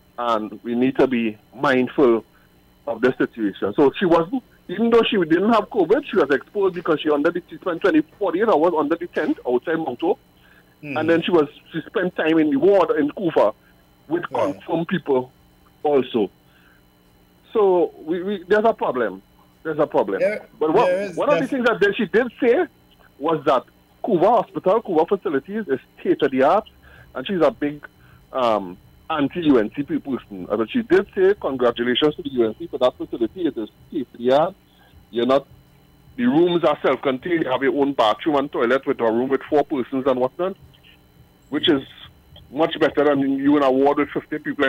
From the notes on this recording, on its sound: we take more calls from the audience